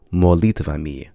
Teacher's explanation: Notice how the O becomes more like an or even A. However, in a more southern pronunciation, as well as technically in the official Russian synodal recension, we do not reduce unstressed vowels, so it will be pronounced molitvami, with the O unreduced, although unstressed.